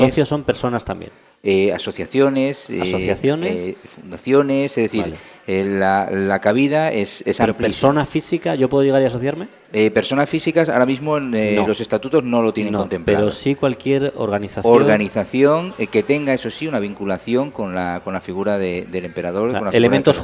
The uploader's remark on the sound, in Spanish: El patio del Parador de Jarandilla de la Vera fue el escenario de este programa de radio-podcast en directo